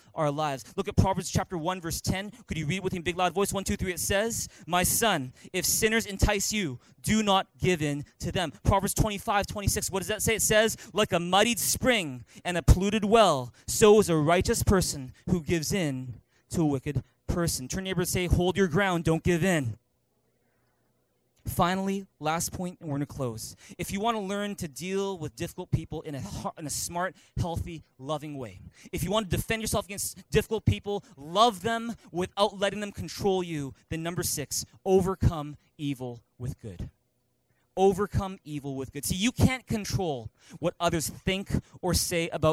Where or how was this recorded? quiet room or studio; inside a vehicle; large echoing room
large echoing room